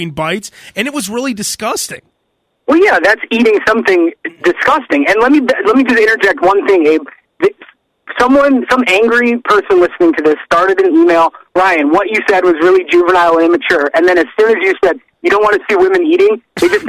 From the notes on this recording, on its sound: voice on the phone